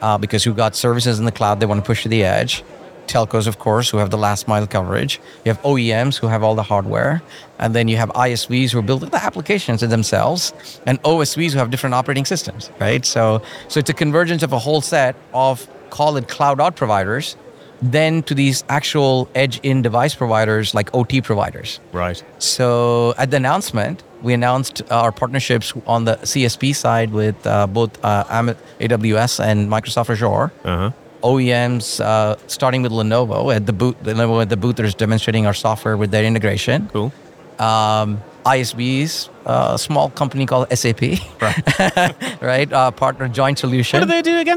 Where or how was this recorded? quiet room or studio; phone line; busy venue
busy venue